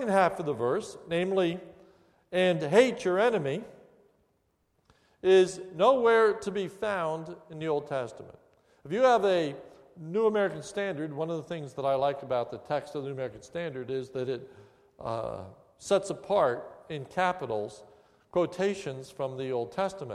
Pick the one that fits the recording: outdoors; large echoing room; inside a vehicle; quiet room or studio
large echoing room